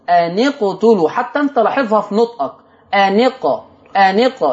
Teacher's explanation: لما تشبك ان مع قتلوا همزة الوصل بتسقط، همزة الوصل تسقط.